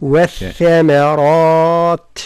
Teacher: والتاء عندما نقف عليها نقف عليها بالهمس بمعنى جريان النفس